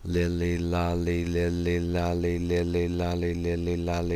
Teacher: The L is a lateral sound in that the sides of the tongue are used to produce the airstream laterally around the sides of the upthrust tongue. The tongue should not touch the upper back teeth.